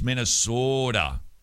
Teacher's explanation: In the North, it's the O's that are pronounced a little bit longer.